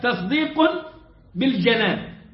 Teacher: لما تقول الجنان يبقى بفتح الجيم وليس بكسرها، لو كسرت الجنان هياخذ معنيين غير المعنى المراد.